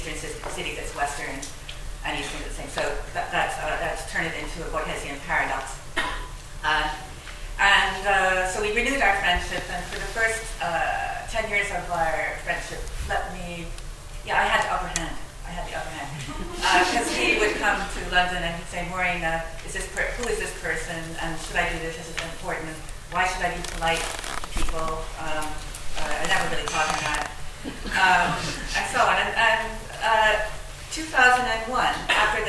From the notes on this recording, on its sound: at the Worlds Literature Festival Salon